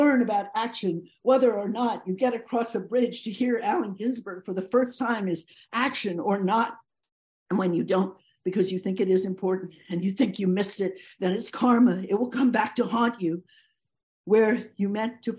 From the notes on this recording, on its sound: This event was originally broadcast via Zoom